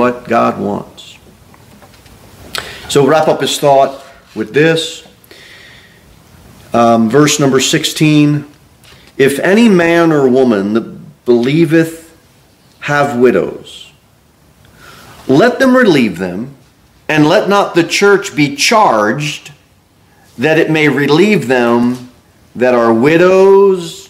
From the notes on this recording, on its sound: Sermon delivered at Pilgrim Baptist Church.